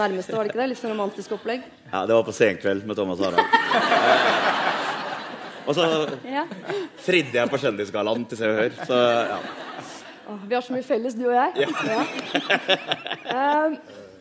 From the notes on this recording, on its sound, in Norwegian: Lørdagsrådet improviserer løsninger live fra Rockefeller!